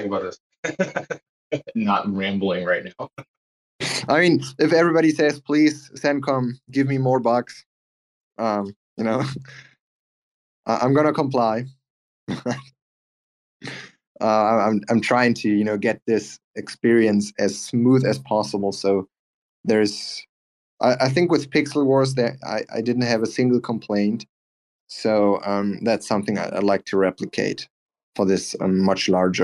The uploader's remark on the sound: White Whale Community Call.